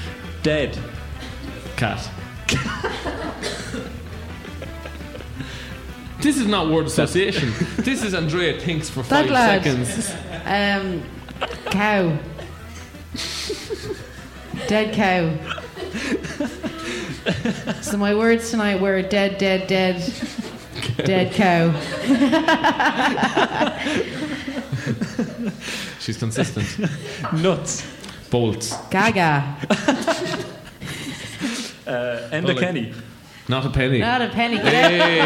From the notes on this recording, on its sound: Live Podcast. In part 2 of the live HeadStuff Podcast.